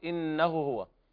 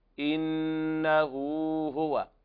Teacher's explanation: لابد من إثبات ذات المد، هذه المد سموها العلماء مد صلة صغرى · Shown in: second take · إنه هو، وتجد في المصاحف يكتب تحتها واو صغيرة.